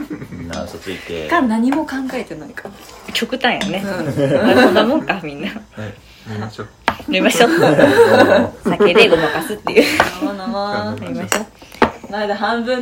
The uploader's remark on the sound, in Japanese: お鍋でグツグツ作業しながらの収録だったので、ちょっぴり（かなり）ガチャガチャした音声をお届けしちゃってます。